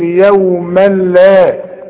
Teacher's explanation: ادغام كامل بدون غنة. يوما لا، اوعى تقول لي يوما لا وتستعمل لسانك ارجوك.